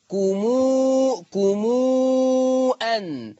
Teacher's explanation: صلة ميم الجمع بمقدار الإشباع 6 حركات